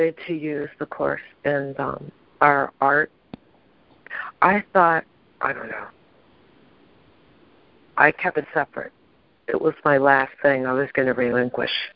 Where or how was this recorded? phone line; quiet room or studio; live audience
phone line